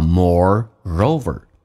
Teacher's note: 这个 r 还跟后面的元音形成一个连音。你看 r 其实在前后有元音也是发两遍叫 moreover。Moreover, I also,中间可以加个也。I also use it,有连音 z 跟 e。I also use it to shop online.